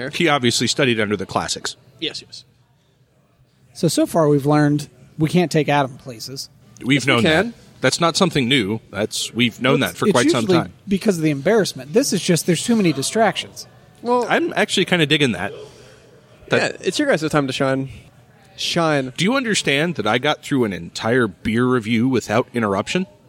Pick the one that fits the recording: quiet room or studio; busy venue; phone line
busy venue